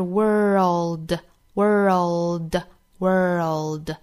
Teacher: 美音的话是 world world world 有一个舌侧音，舌尖要顶住上齿音之后再去发辅音的